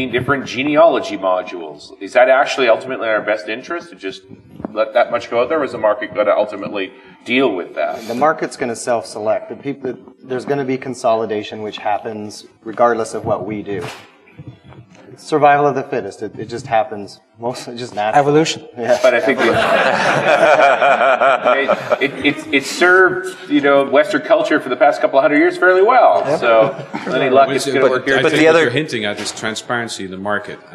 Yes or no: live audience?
yes